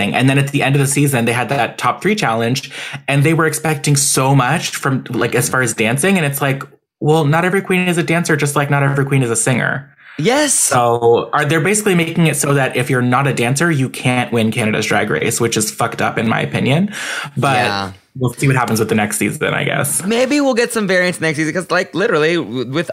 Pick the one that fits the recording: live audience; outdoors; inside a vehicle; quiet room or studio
quiet room or studio